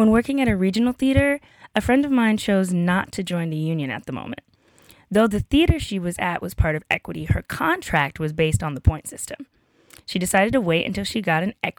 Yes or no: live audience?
no